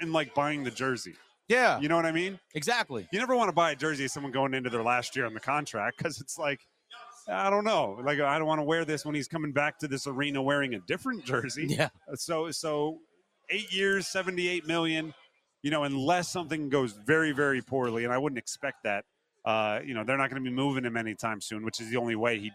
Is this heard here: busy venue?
yes